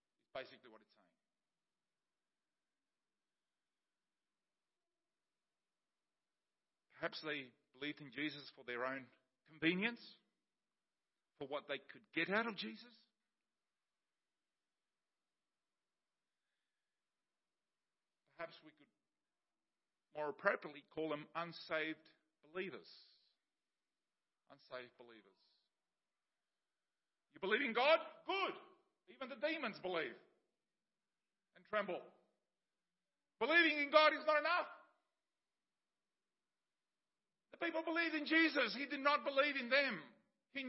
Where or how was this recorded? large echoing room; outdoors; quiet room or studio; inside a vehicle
large echoing room